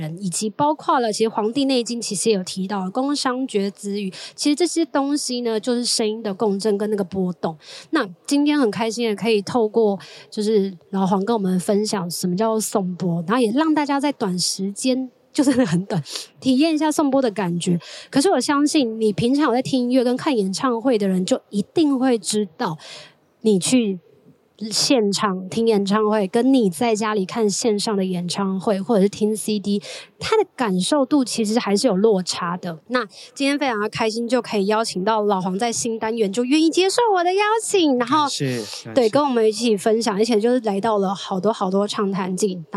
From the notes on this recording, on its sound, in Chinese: 帶大家到《好多好多唱談祭》戶外錄音。